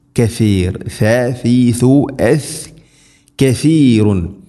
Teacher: നാവിൻ്റെ അറ്റം മുൻപല്ലുകളുടെ ഇരുനിരകൾക്കിടയിലൂടെ അല്പം നാവിൻ്റെ അറ്റം പുറത്തായിരിക്കണം